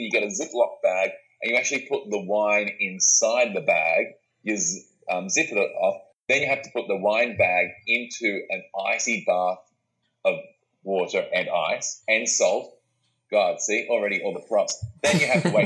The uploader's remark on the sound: The sound quality came out a little shaky on this interview.